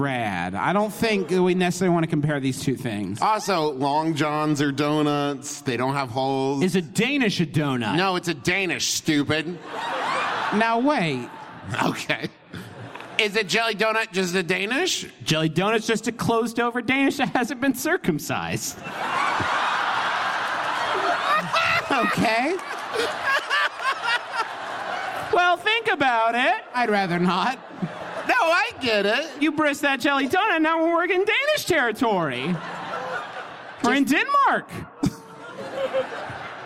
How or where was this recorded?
live audience